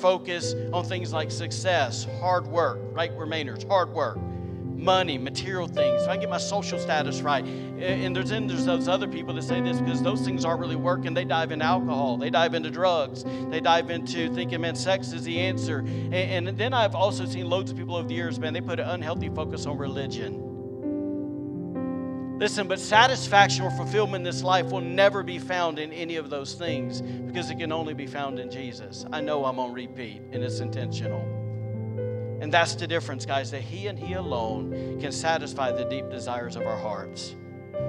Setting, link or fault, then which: setting, large echoing room